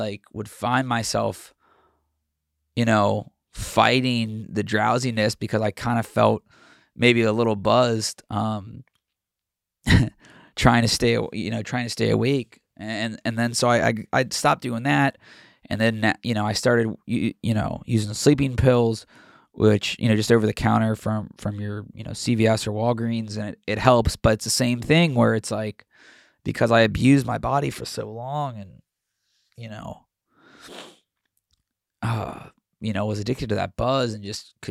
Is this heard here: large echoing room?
no